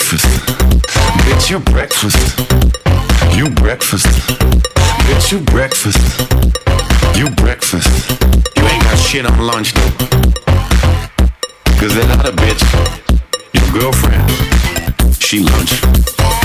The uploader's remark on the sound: The DJ Sessions "On Location" Sessions at the Hard Rock Cafe in Seattle, WA